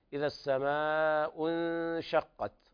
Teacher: الإخفاء الحقيقي لوقوع النون بعد الشين، لوقوع الشين بعد نون الساكنة، نعم انشقت، وهنا الهمس الخفيف يأتي عند التاء.